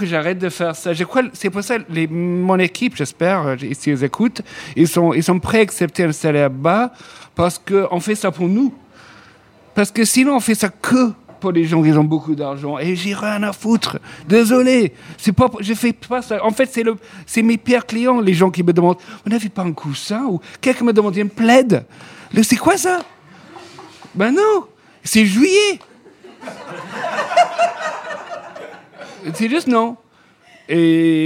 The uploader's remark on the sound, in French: Enregistrée en public à la pâtisserie Tapisserie.